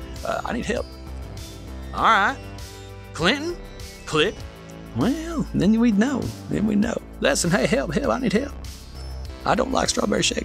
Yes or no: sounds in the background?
no